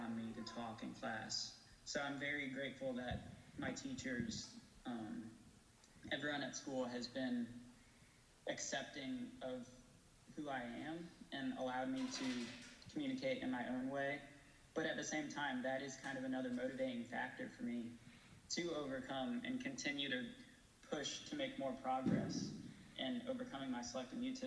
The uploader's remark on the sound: This bonus episode features a live Q&A panel that was recorded at a recent CommuniCamp.